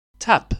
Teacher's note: tap kelimesindeki P harfini havayı aniden engelleyerek bir ses üretiyoruz